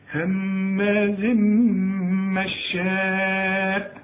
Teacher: لازم تمد اربع حركات لان المد ده في والهمزه في كلمه واحده · هماز تنوين وبعده ميم ادغام كامل بغنة